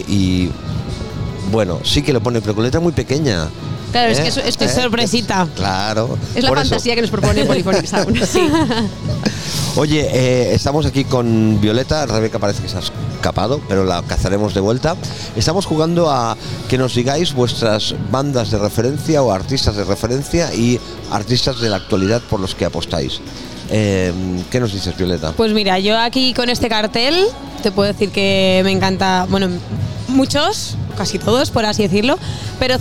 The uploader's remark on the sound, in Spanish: Extraídos de la retransmisión en directo de la primera edición de Gramola , la feria de la música aragonesa. Extraídos de la retransmisión en directo de la primera edición de Gramola , la feria de la música aragonesa.